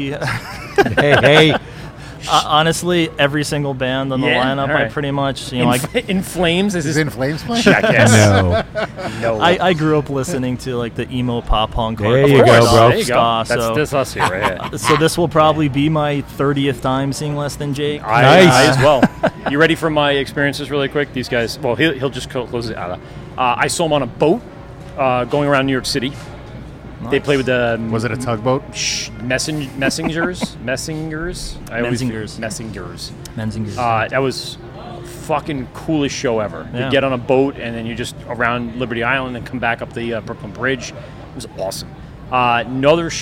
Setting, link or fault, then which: setting, busy venue